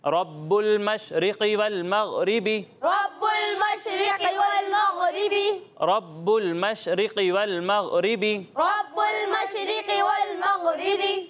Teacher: قاف بھی حروف مستعلیہ میں سے ہے اور غین بھی حروف مستعلیہ میں سے، ٹھیک ہے؟ ان دونوں کو پر پڑھنا ہے